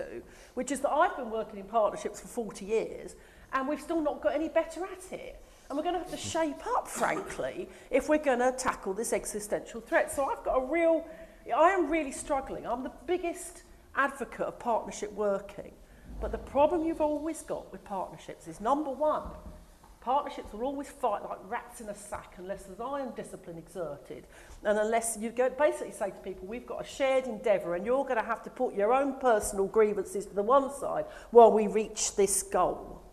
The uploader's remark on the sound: recorded live as part of a breakfast briefing session at UKREiiF in Leeds in May